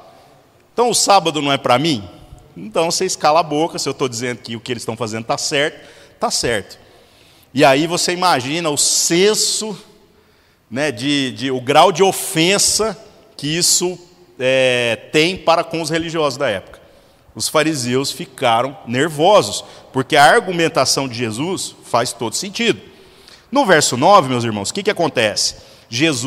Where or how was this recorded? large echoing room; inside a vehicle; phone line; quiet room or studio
large echoing room